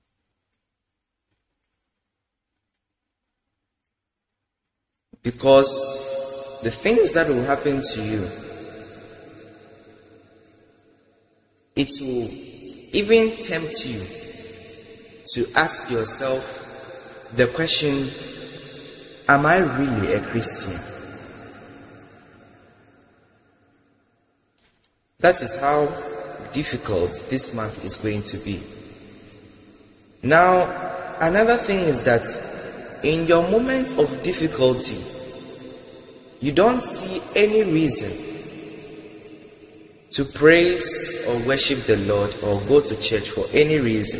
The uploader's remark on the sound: Preached at The February Global Communion Service, LIVE at the Love Arena Church, Accra - Ghana.